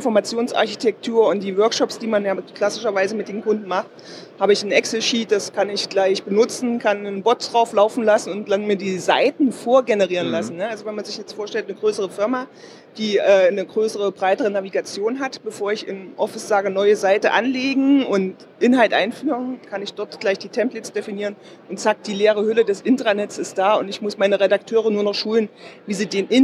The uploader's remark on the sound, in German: Aufgenommen auf der European SharePoint, Office 365 and Azure Conference 2018 in Kopenhagen.